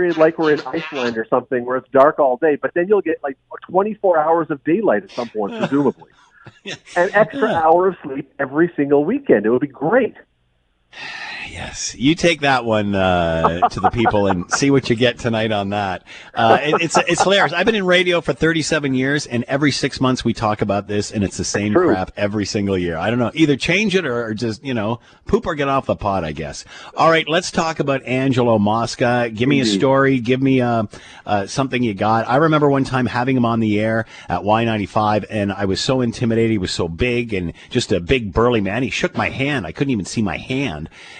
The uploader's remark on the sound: hops on the phone